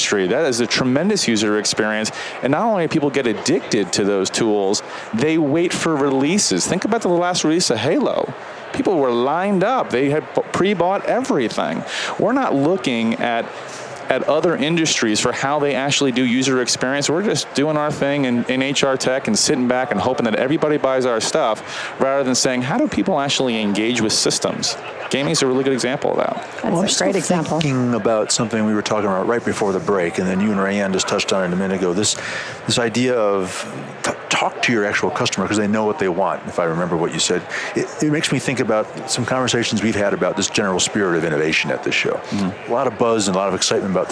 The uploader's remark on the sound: LIVE from Las Vegas, at #HRTechConf